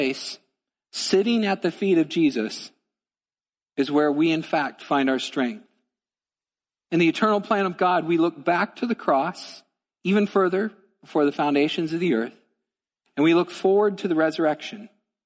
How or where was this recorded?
large echoing room